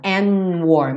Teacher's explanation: Aqui ele comeu o D do and.